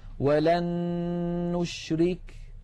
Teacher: نريد مثالا على النون، ولن نشرك. لاحظوا بأن النون الأولى قد صارت مع النون الثانية نونا واحدة مشددة